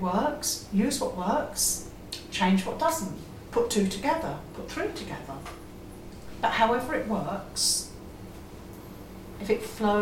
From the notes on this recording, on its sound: This is an excerpt of a recording of a talk “Spellcraft” at the Faversham Speakers Moot. At The Limes Pub in Faversham.